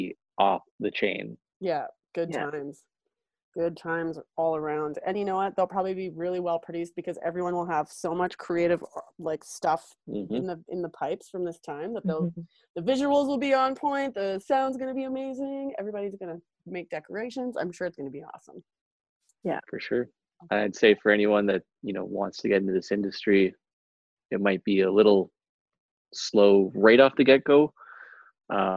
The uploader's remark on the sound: I touch base with them via Zoom